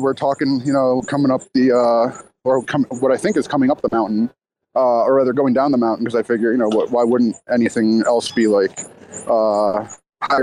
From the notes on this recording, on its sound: live from Cosmoverse 2022